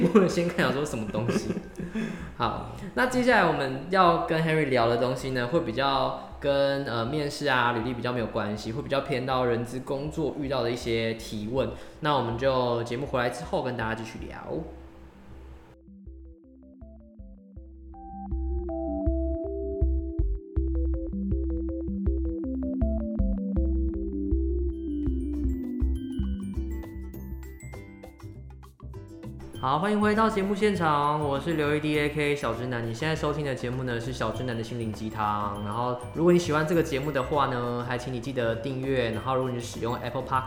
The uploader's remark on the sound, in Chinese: 這集來到回音的最高點，真的好需要一個讚的錄音場地啊～。但其實聽一分鐘之後就習慣了。